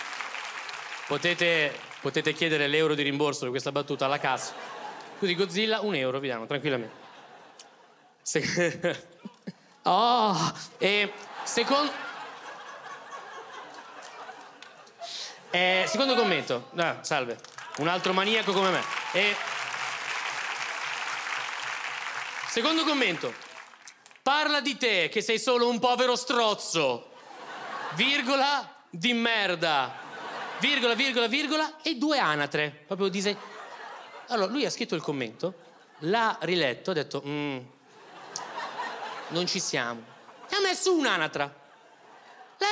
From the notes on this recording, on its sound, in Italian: Registrato al Teatro Manzoni di Milano.